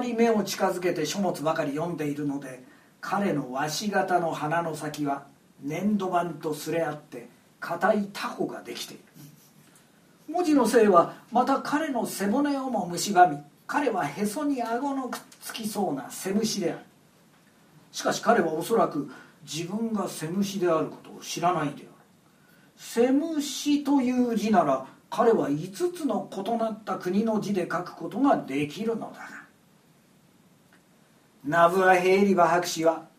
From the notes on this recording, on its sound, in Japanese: 表現よみ独演会の録音